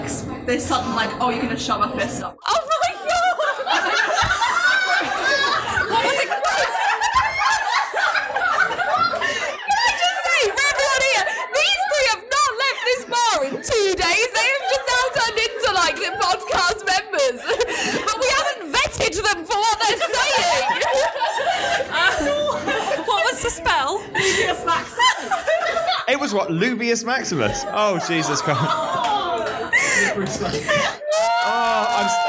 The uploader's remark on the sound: share one of the live recordings from this weekend at Draigcon